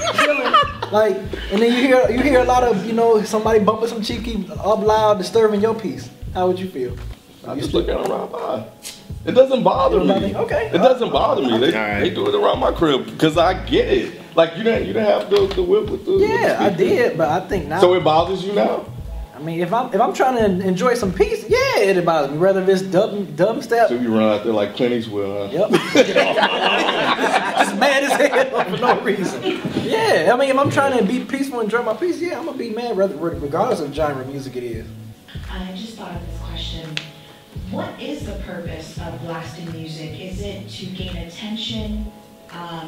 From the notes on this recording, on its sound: Live Taping at Florida State University.